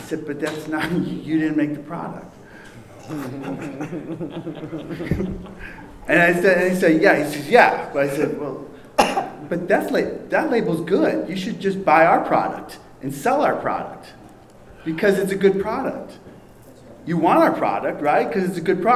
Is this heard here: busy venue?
yes